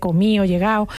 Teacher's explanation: pues la D se pierde